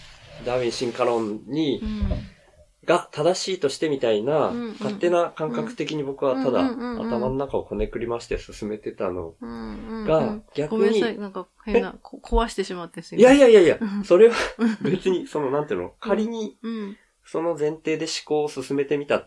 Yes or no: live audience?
no